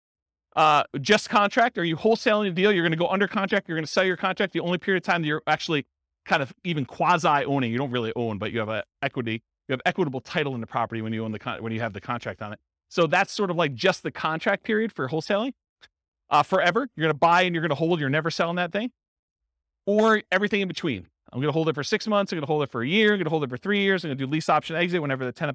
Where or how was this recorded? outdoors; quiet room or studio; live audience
live audience